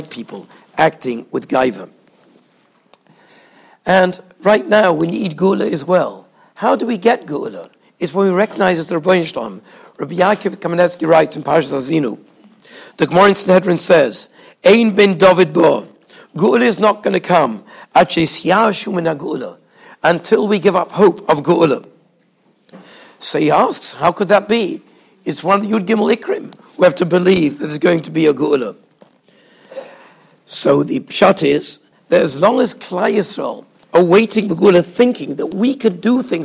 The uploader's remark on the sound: Shiur recorded in Yeshivas Ohr Reuven, Monsey, NY.